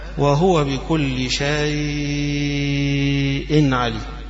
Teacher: مد شيء، يمد شيء ست حركات، وحمزة يوافقه في وجهه فيها بس يمد أربع حركات فقط، فورش يمد أطول من حمزة فيها.